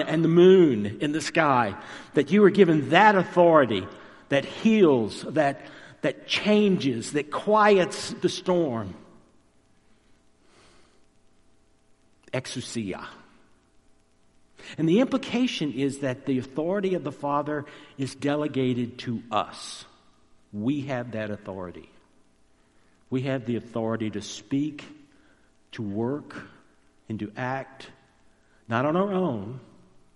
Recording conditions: large echoing room